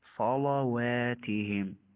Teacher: صلواتهم لا صلوا صلوا، فأنت تفخم اللام صاد واللام بس، أما الواو دعه مرقق · Term: تفخيم اللام